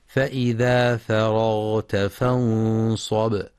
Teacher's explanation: لترقيق الفاء والراء، فلا يقرأ فرغت بتفخيمهما لمجاورتهما الغين